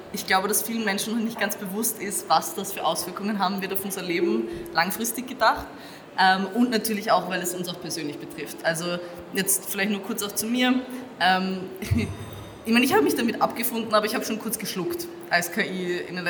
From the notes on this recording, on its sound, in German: Live auf der Comix.